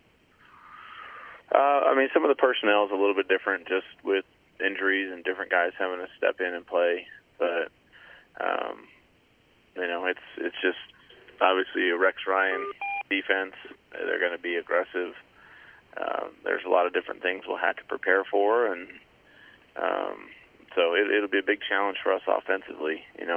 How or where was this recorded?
phone line